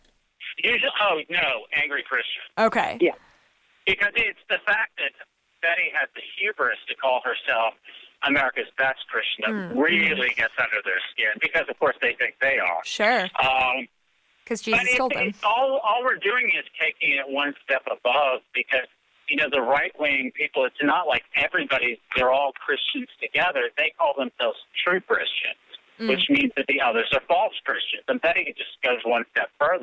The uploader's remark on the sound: This is our first time trying to host four people on the same phone call, so the audio's not always ideal, but hopefully it's all still audible!